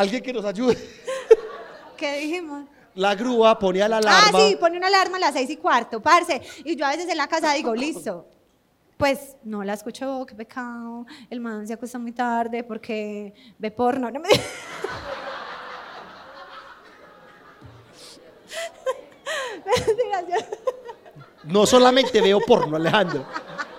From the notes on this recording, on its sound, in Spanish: Primer Show en Vivo!!!!! Nuestro primer episodio en Vivo!!!!